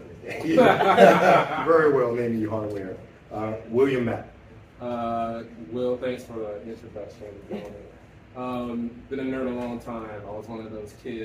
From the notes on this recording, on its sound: The live panel from Blerdcon 2023. The interactive discussion between panelists and attendees.